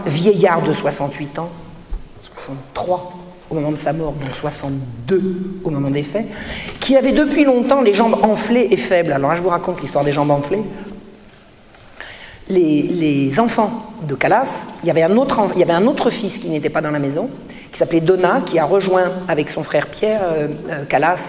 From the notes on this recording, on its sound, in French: Cette conférence fut donnée à Mulhouse suite à la parution de l’ouvrage sur Voltaire.